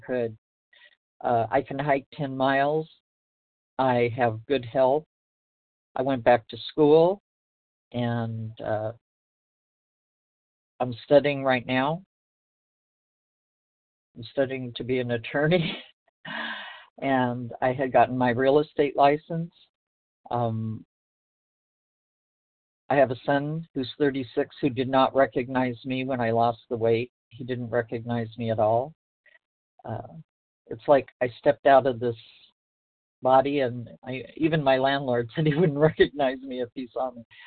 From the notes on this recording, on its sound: from the 100 Pounders Phone Meeting, 9/6/23